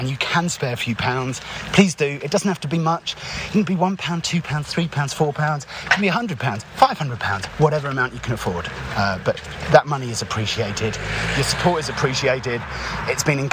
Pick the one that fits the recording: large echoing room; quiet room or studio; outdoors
outdoors